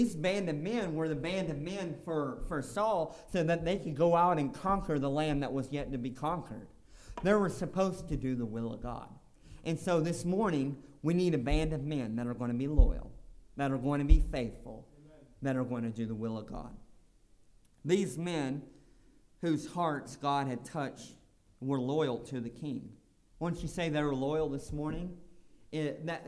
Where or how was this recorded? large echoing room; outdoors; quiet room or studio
large echoing room